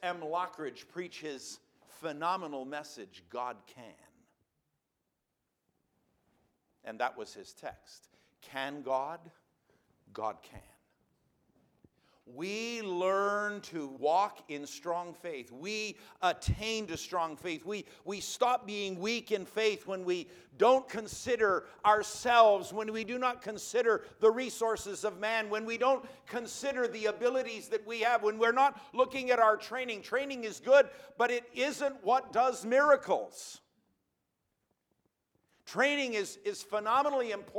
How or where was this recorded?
large echoing room